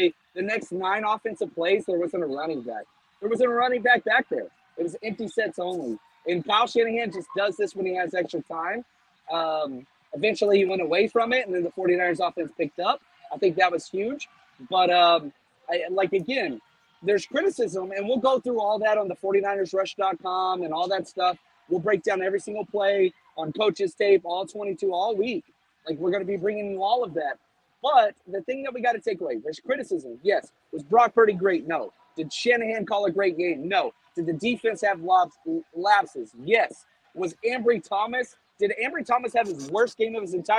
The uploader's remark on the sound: Live From Levi’s